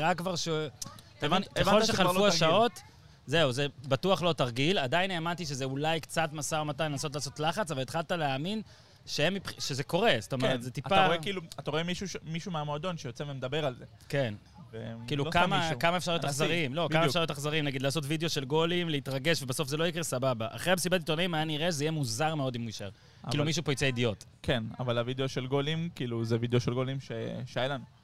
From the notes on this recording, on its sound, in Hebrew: חג וכל האולפנים בישראל סגורים? הקלטנו על סירה באמסטרדם.